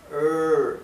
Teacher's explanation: Bueno, la R inglesa no es una R dental como la del español, no es R, es R. Se pronuncia enrollando la lengua hacia atrás del paladar.